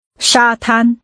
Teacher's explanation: Using two high-level tones, say sandy beaches.